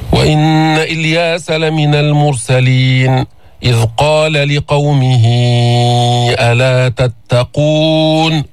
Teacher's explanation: مدينا الهاء لأنه هذا مد الصلة الكبرى، هاء الضمير مذكر غائب قبله حرف متحرك وبعده حرف متحرك وإجت بعده همزة، فصلة كبرى يلحق بالمد المنفصل، ونحن نمد المنفصل في قراءتنا هذه 4 حركات، فإذا حنمد سنمد مد الصلة 4 حركات.